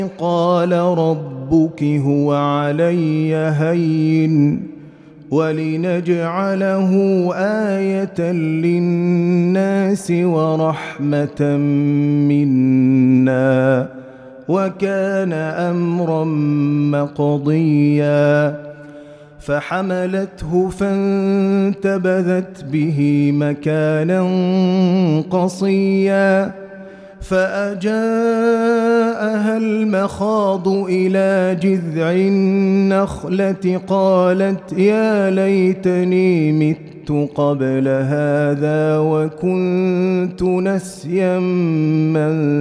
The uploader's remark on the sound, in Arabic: مسجل من صلاة التراويح بمسجد السلام بحي مشرفة بجدة.